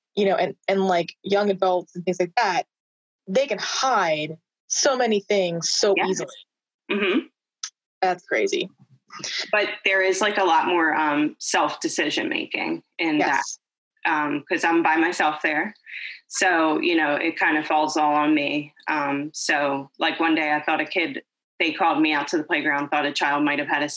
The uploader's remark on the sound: Originally recorded on zoom